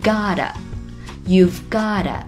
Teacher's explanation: but you've got to 是 you have got to 的缩略形式，它的意思相当于你得怎么怎么做，你需要怎么怎么做。 got 和 to 可以连起来念成 gotto，也可以直接缩短成 gotta